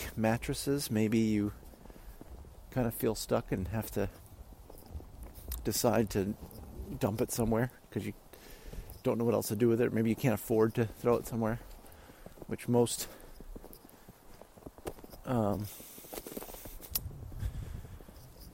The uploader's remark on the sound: I decided to just let the audio run while I went out for my entire shoot